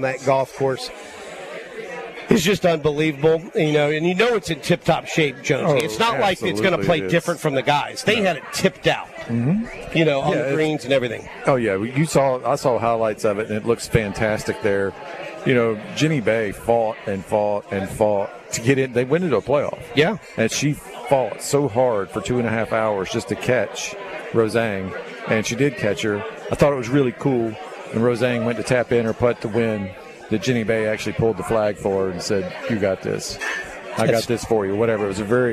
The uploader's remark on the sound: LIVE Ftom Felix's Fish Camp!